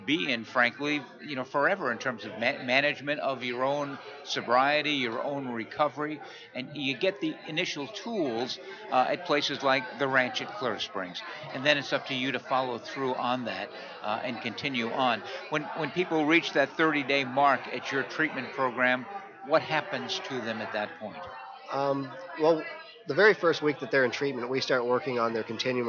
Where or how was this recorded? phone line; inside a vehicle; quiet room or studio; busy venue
busy venue